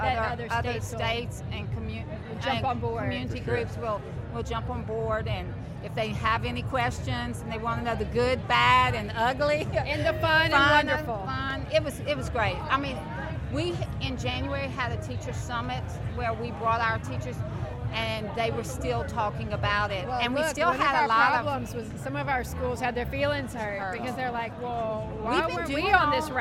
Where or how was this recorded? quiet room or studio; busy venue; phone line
busy venue